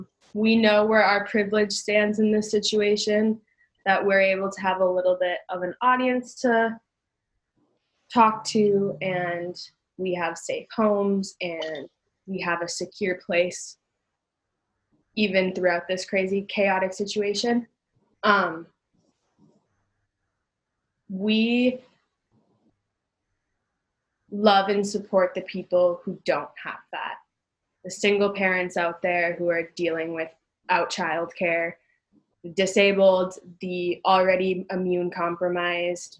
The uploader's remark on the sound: We found a new option for distance recording called Zoom!